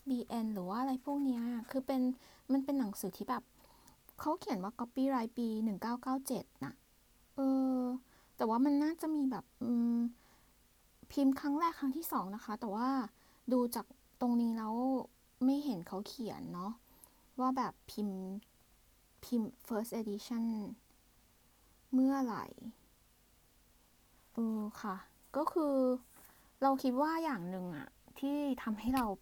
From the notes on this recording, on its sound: recorder: voice memo